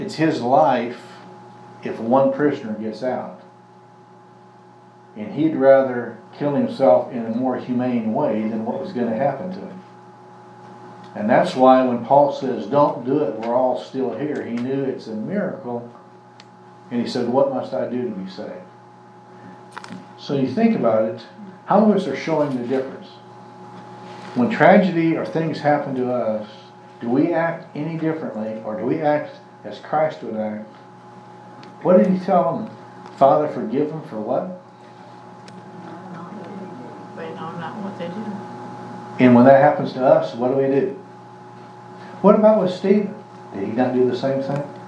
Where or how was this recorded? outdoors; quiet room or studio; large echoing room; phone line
large echoing room